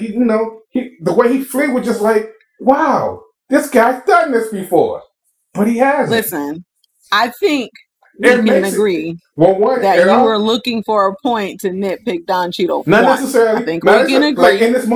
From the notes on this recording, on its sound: Still trying to figure out how to record remotely in a pandemic. Please pardon the audio.